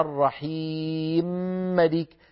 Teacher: بإطباق المخرج نخرج الميم الأولى وبتباعد المخرج نخرج الميم الثانية · Term: الإدغام